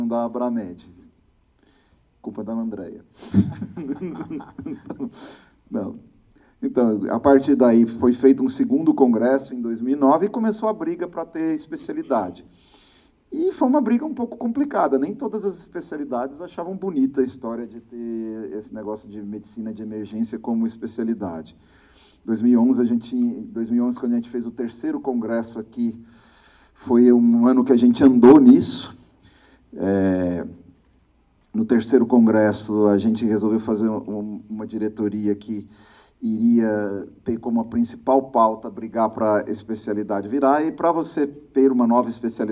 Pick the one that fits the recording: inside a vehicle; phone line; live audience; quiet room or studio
live audience